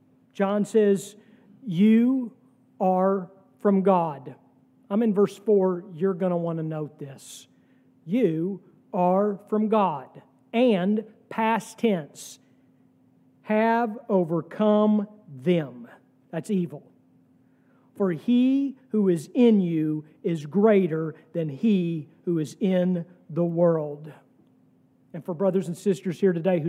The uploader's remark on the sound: sermon from our worship service on October 22, 2023